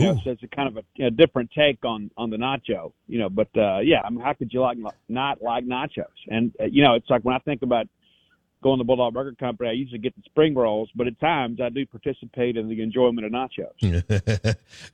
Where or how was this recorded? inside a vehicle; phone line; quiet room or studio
phone line